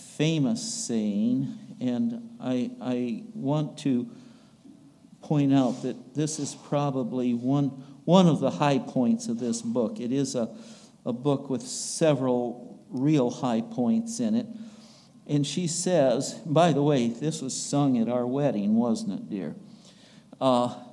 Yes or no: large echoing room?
yes